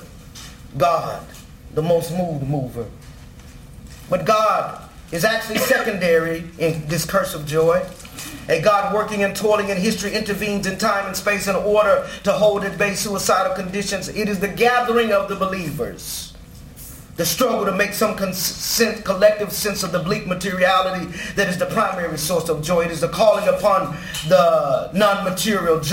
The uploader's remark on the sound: Delivers a Dean's lecture titled "The Liberation Theology of Ferguson".